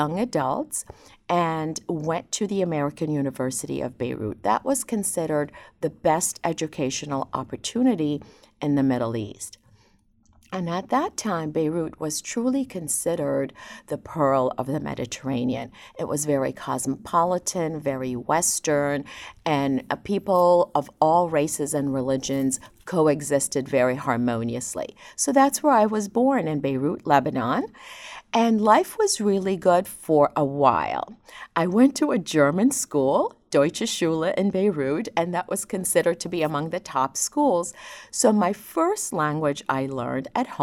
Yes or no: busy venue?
no